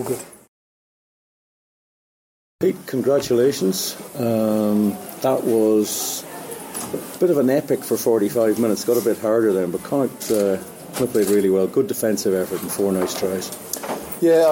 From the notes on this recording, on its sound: in the post match press conference